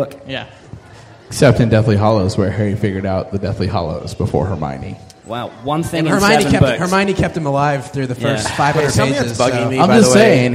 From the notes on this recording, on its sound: MuggleCast is LIVE from Pittsburgh, Pennsylvania this week